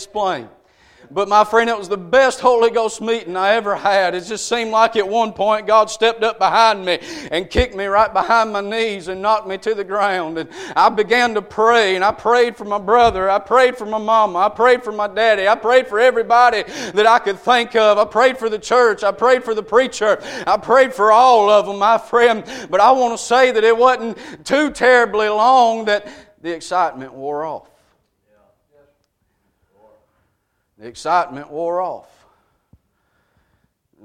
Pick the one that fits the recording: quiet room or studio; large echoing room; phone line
large echoing room